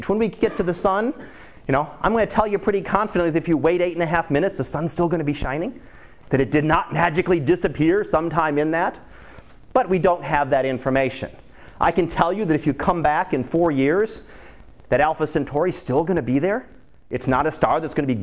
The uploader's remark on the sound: Live Class Lecture.